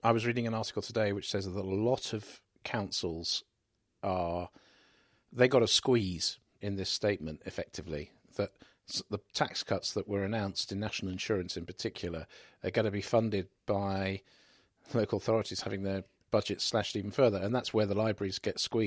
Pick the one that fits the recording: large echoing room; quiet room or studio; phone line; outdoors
quiet room or studio